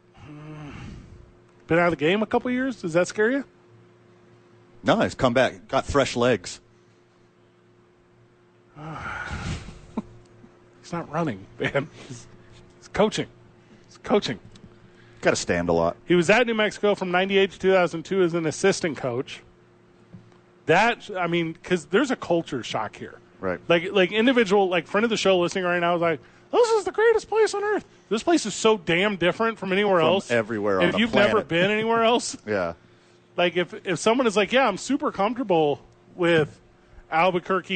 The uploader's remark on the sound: live from the ABQ DUKES Store!